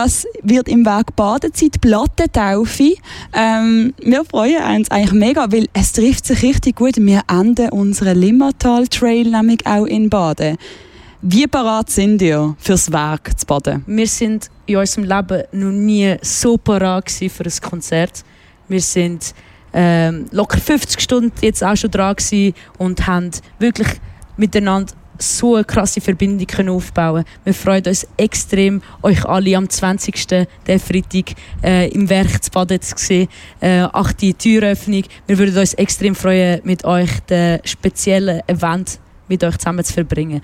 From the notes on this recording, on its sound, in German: Hörorte, Kloster Wettingen. Sendete in dieser Woche live vom Ufer der Limmat.